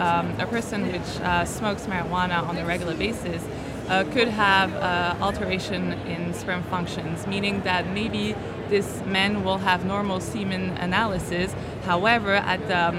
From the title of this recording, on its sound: Live from ESHRE 2023